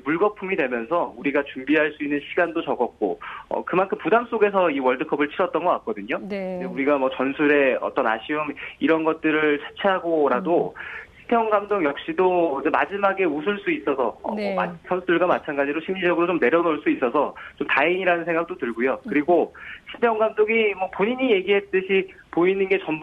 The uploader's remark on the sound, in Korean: 전화연결]